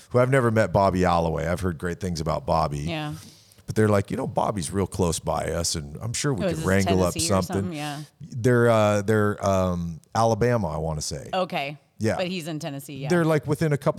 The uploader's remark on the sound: Recorded at Autotopia LA